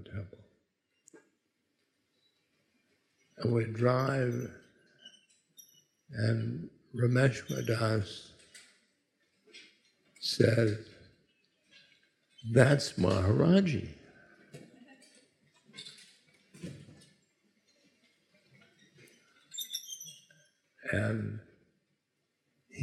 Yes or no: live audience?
yes